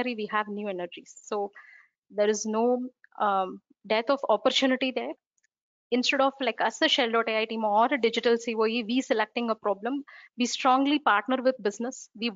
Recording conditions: video call